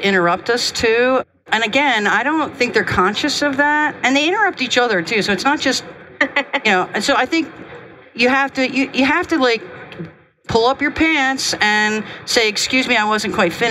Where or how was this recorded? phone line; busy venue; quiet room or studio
busy venue